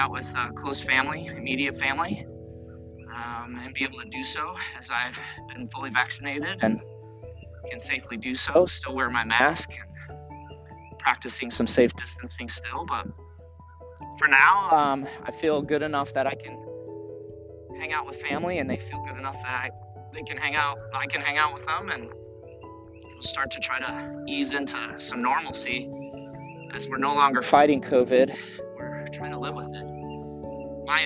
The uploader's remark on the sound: Morning Walk and Talk